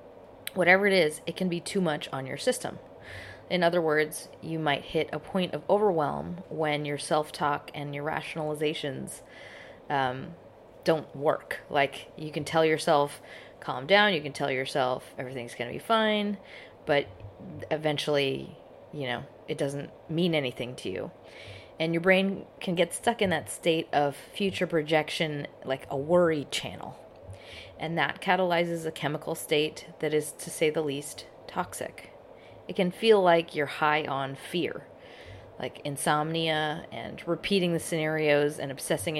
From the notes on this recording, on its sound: I couldn’t get into the recording studio thanks to said virus, so this one has a lot of background noise.